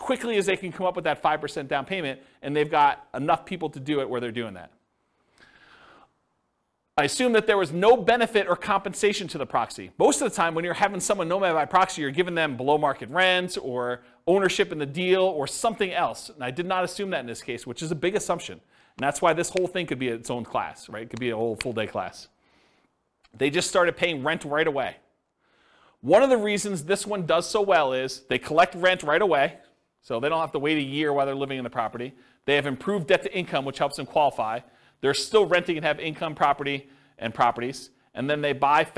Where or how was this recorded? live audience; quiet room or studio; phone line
live audience